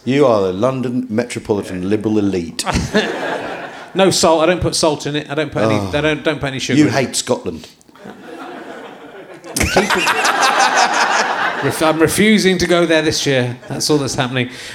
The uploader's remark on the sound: Leicester Square Theatre Podcast